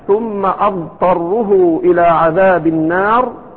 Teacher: هذه الضاد فيها الرخاوة واللين والاستطالة، ومخرجها يختلف عن الدال، وليست بدال مفخمة، ليست بضاد، وإنما هي فيها رخاوة ولين وكذا، وفيها ما ذكر أهل العلم من الصفات، حتى أن بعضهم تكلم وقال أنه يجوز أن تنطق بالراء لمن لم يستطع أو لا يستطيع أن يميز.